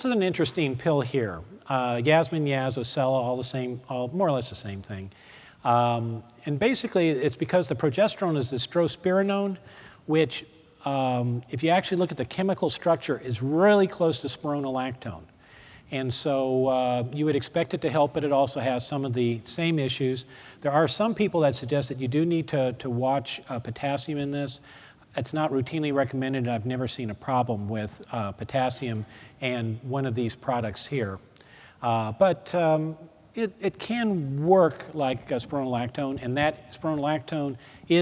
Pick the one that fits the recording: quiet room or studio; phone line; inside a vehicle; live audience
live audience